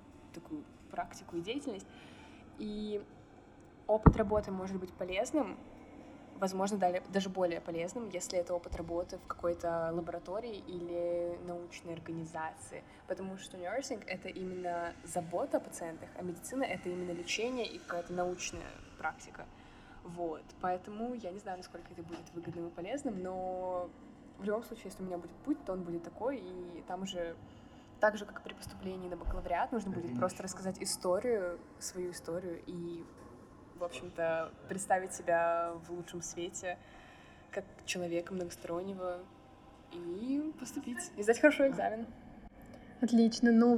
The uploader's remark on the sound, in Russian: В этом выпуске не очень хороший звук